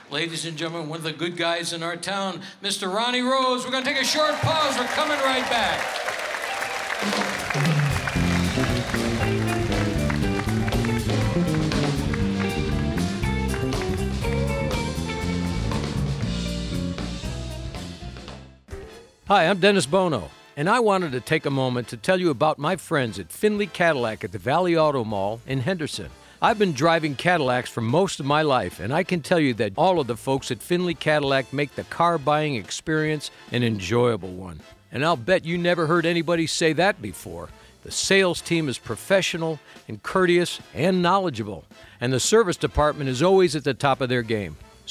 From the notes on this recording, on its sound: Live at the South Point Casino